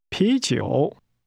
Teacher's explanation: The word beer is pronounced with a rising tone, followed by a falling rising tone.